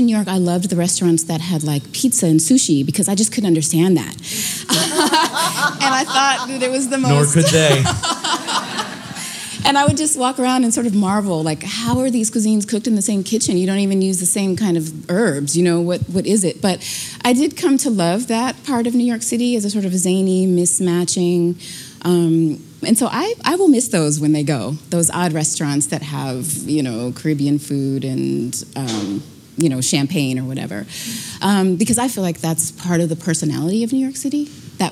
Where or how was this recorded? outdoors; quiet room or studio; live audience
live audience